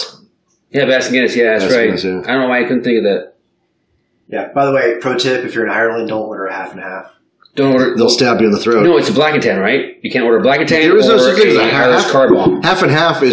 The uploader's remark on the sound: Audio is a bit potato